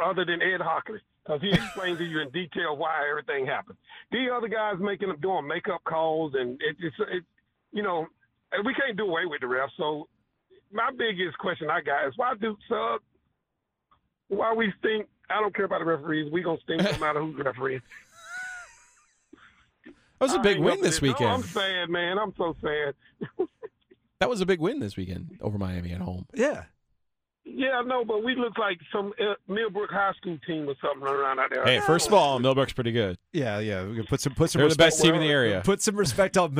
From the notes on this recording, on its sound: opened up the phone lines to allow callers to gripe.